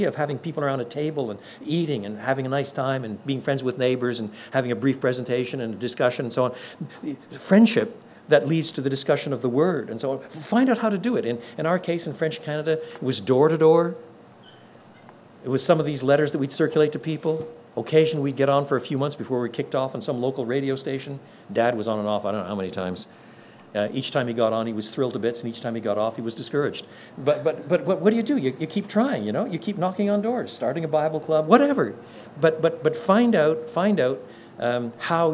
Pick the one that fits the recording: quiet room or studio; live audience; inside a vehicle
live audience